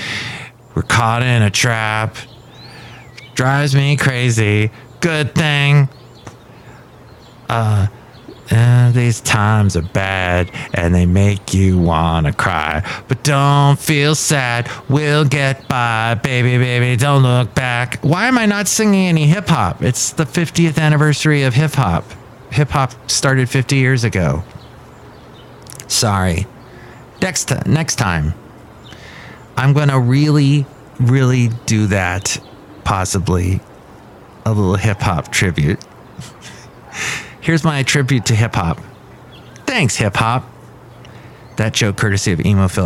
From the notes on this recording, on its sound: podcasts live from Cafe Anyway